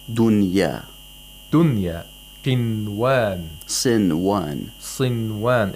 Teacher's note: These are all examples of Nun Sakina followed by a letter of idgham, but it's in one word, so no idgham takes place. · Term: ilhar of Nun Sakina